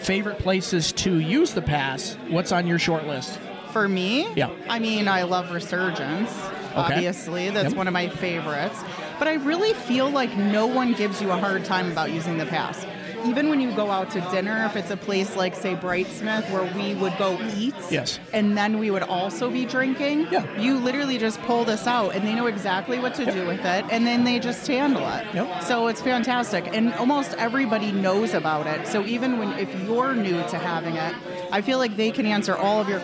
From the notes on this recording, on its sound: Live on Instagram from Byrncliff Golf Resort for Oktoberfest.